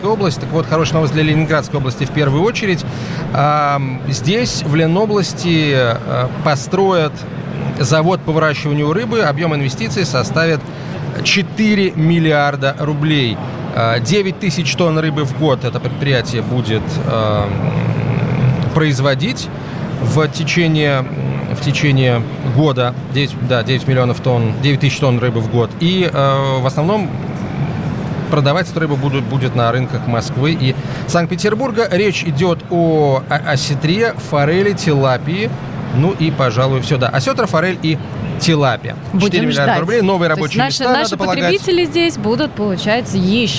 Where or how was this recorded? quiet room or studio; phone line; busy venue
busy venue